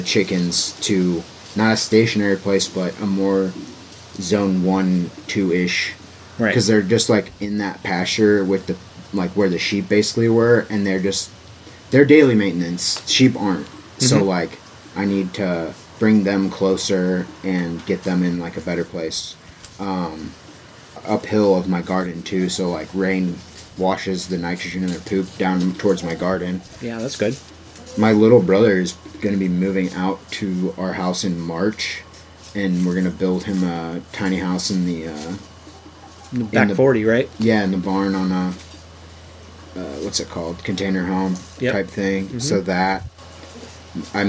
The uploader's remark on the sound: there is some wind noise in this episode